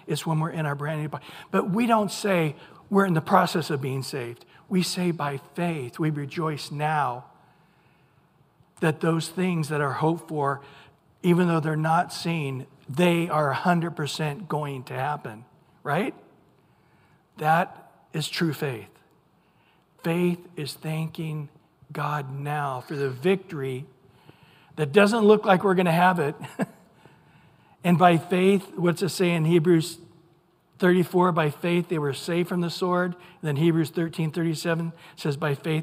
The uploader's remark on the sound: Recorded at Calvary Chapel of Los Alamitos on July 26 2023 on Wednesday evening sermon.